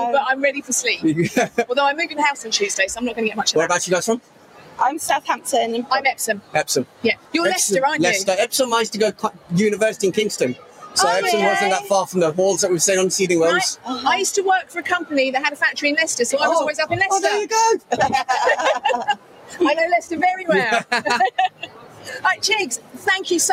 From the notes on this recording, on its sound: Were privileged to be invited to podcast live from the Cake and Bake Show. It was a busy and noisy show, and they have done their best in the edit to muffle some of the background noise.